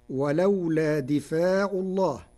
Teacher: قرأ ورش كلمة دفع بكسر الدال وفتح الفاء وألف بعدها فتصير ولولا دفاع الله على أنه مصدر دفع، نحو كتب كتابا، ويجوز أن يكون مصدر دافع كقاتل قتالا.